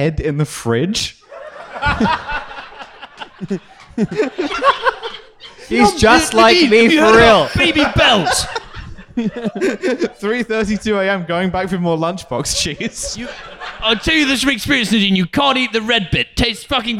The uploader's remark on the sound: LIVE at Between The Bridges